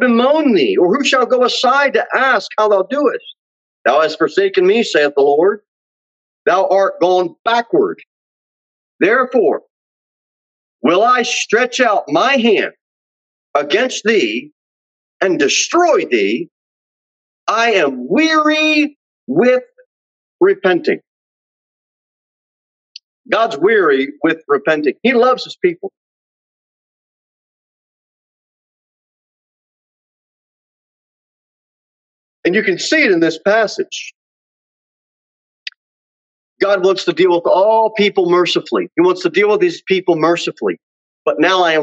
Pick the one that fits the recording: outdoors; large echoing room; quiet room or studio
large echoing room